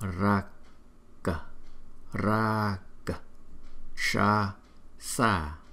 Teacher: Chữ A bởi vì nó có dấu gạch ngang trên đầu cho nên chúng ta kéo dài một chút là Rak, Rakshasa.